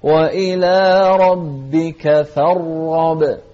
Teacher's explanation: الراء مفخمة والغين مفخمة، لكن الغين أكثر تفخيما لأنها مفتوحة والراء ساكنة فهي أقل منها تفخيما